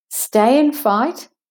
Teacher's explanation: going up with your intonation, and a slight pause because it's a comma, not a colon · Term: juncture